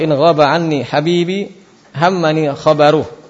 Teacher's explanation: Izhar jelas halaki karena diambil dari tenggorokan. Hurufnya dari tenggorokan. · Term: Izhar halaki